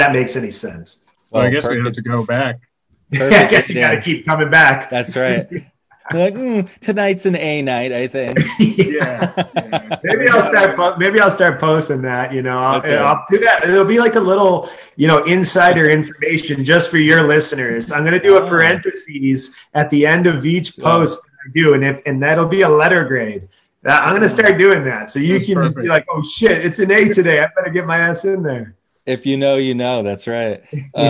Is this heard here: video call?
yes